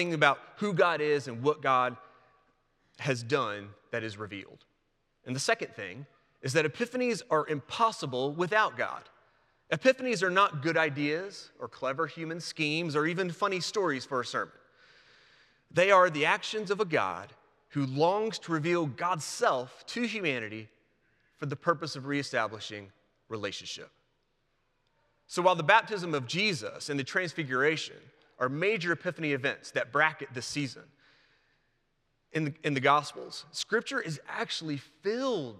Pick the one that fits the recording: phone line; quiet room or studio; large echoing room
large echoing room